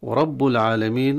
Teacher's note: الراء مفخمة لأنها مفتوحة، والوقف على كلمة العالمين مد عارض للسكون، ولك الخيار في مده بين القصر أو التوسط أو الطول.